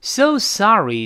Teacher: 读读成 M，M，前面那个 I 咱们多次说过，弱读时呢就是一个倒意思的，呃，呃，然后 M 呢就双唇闭合就好了，M，M，然后后面的 so sorry 这两个词读着比较重，核心信息嘛，哎呀，这么的抱歉，如此抱歉。这个 so 声音往上拔，sorry 那个 sa 也是比较高的，sosorry。再次提醒啊这个抱歉的这个形容词在美式发音里边，前面那个字母 oh 是发的 ah 这个声音 sorry，而不是 sorry，不要撅嘴啊。Sosorry， sa 读得比较高，re，勾舌尖儿，再跟熟数的 e 拼到一块儿，这个音调儿低下来了，sorry，然后跟后面 aboutthat，后面一个是介词，一个代词，读得都比较低沉啊。sorry 是贬唇音，e 结束。贬唇音碰到了 about 那个元音，呃中间又能用什么过渡？得用一样来过渡一下。So sorry about, sorry, yeah, yeah, yeah, yeahabout，有这